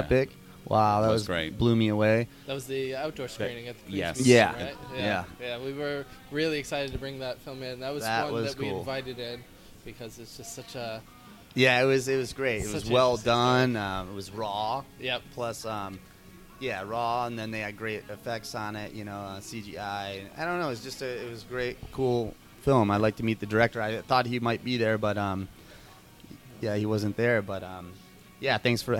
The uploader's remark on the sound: at the Kew Gardens Festival of Cinema Filmmakers Lounge at Ateaz Organic Coffee & Tea